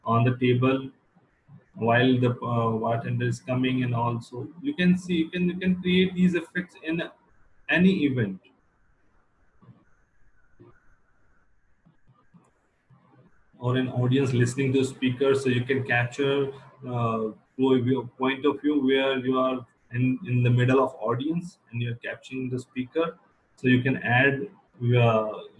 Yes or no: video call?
yes